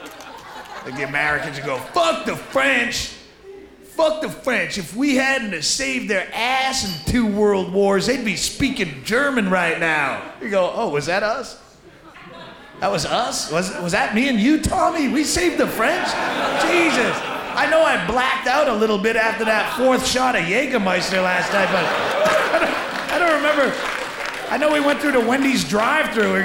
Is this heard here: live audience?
yes